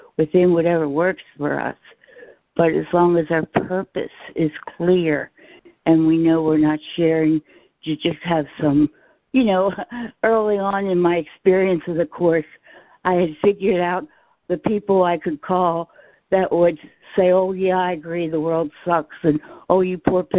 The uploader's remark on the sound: ACIM Daily Conference Call